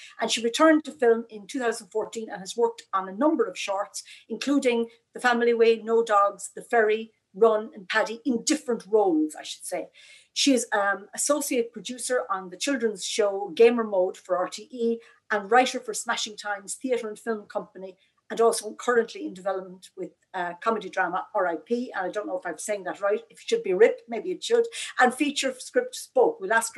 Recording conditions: video call